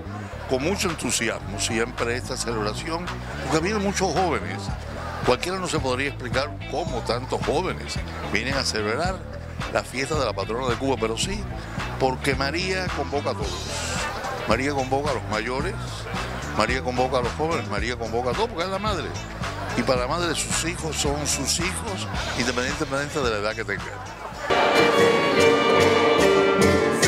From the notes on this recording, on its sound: ON THE STREET. FIESTA A LA VIRGEN DE LA CARIDAD 2013.